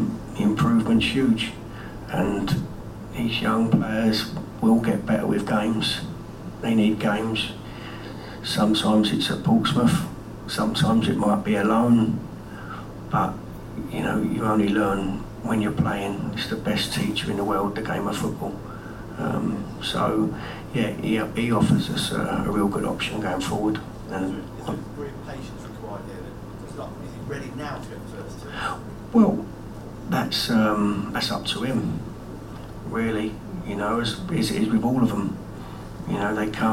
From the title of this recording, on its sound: PRESS CONFERENCE